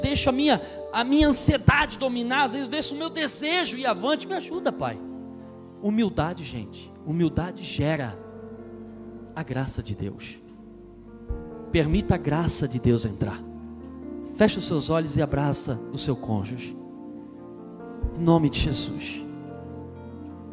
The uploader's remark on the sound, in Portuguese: Na Igreja ABA Blumenau (Transmitido ao vivo).